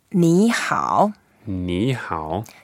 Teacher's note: when we put two third tones together, we try to make the first one slightly lighter